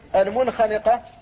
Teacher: نون ساكنة قبل الخاء وهي من أحرف الحلق فتظهر ينطق بها · Term: الإظهار